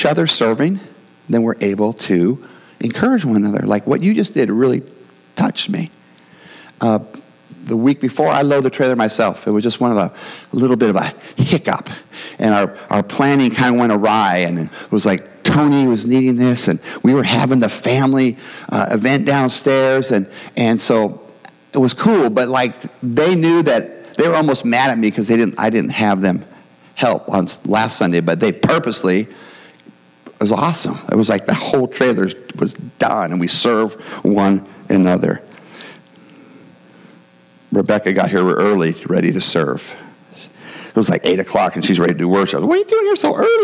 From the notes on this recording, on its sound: the gospel preached at our church on Sunday